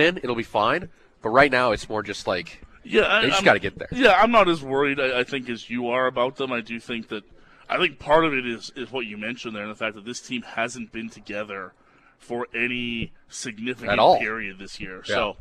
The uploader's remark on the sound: Live for the grand opening of the Score Hockey Range in Calgary!